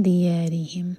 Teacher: اخفا نون کی آواز کو چھپائیں گے اور دو سیکنڈس کا ٹائم دیں گے اور دال کے لیے زبان تیار کریں گے